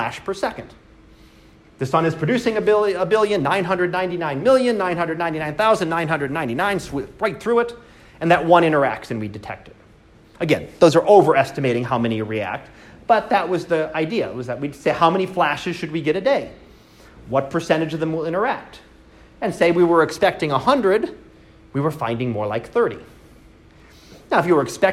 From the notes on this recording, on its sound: Live Class Lecture.